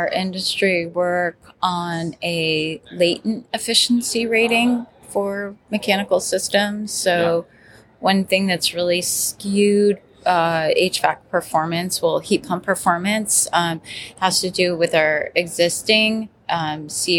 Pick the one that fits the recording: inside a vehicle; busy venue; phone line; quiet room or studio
busy venue